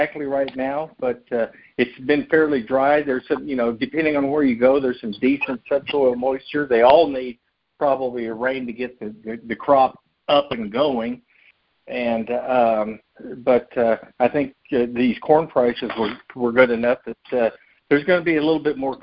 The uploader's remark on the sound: March 2023 Monthly Cotton Conference Call.